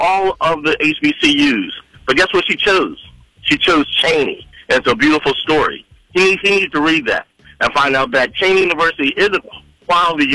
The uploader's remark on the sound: Listeners called in to express their views.